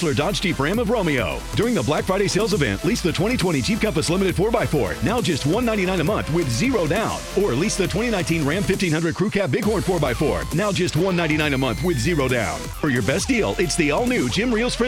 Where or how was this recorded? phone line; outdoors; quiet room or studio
phone line